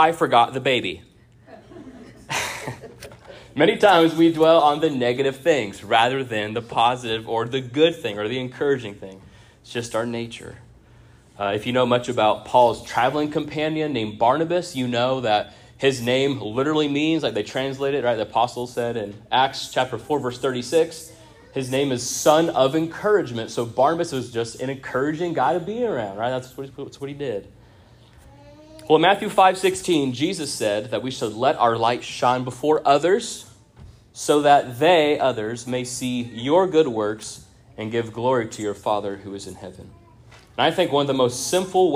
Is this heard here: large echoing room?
yes